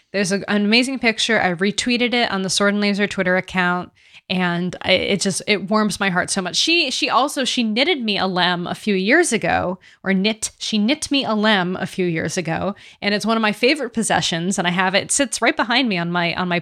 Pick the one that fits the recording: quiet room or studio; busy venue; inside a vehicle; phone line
quiet room or studio